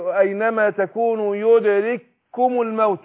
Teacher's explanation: زي هنا اينما تكونوا يدرككم الموت، نطقت كاف واحدة، هما كافين لكن عشان الاولى ساكنة والثانية متحركة ادغمنا الكاف الاولى في الثانيه، وده يسمى ايه ادغام مثلين صغير.